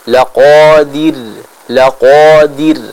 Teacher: maka ra-nya apabila disukunkan akan terbaca dengan tipis